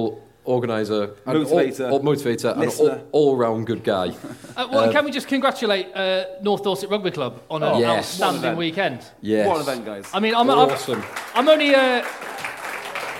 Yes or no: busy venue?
yes